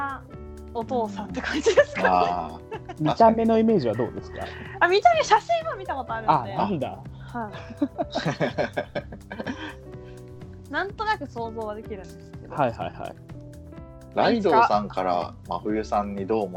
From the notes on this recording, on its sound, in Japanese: 初のスカイプ収録なので音量バランスとかどうなってるか不安です。